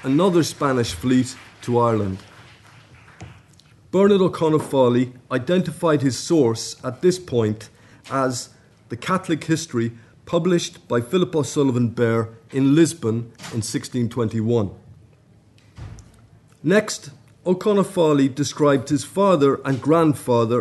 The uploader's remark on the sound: at the 2022 Tudor and Stuart Ireland Conference